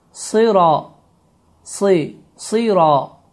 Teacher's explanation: sad hərfi kəsrə olduğu halda, yəni i səsini qəbul etdiyi halda daha da qalınlaşır ki, sin hərfindən fərqlənsin.